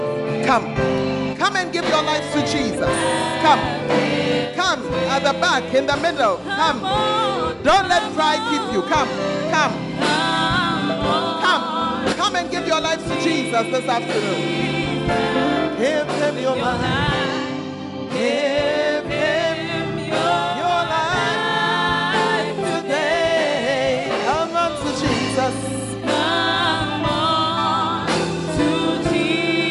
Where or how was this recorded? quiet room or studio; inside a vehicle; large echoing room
large echoing room